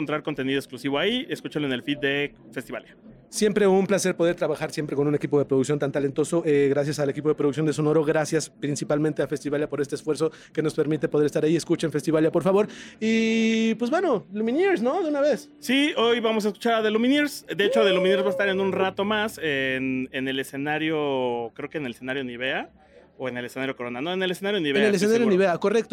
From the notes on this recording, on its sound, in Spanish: Traemos otro episodio grabado directo desde el Corona Capital y con otra de las bandas que se presentó ese día.